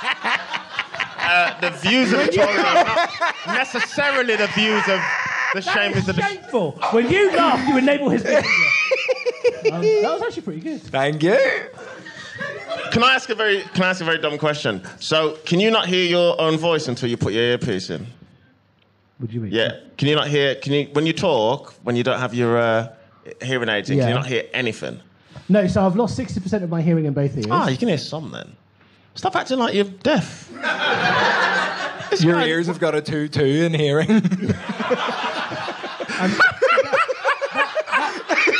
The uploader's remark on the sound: Live in Leicester. This episode was recorded LIVE at the Leicester Comedy Festival. Some truly shameful audience members.